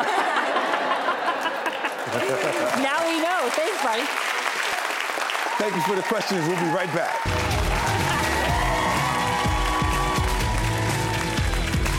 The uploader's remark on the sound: up close and personal with the in-studio audience in an all-new Q&A